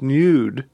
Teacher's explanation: pronounces nude as nude with the kind of Y sound that hyper-enunciators of a certain sort might use